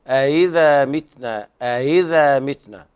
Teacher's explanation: نعم تقرأ الورش. نعم طيب عندنا ورش أإذا بتسهيل الهمزة الثانية